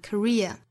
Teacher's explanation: 这个词呢包含两个音节 career 重音呢是在后面这个音节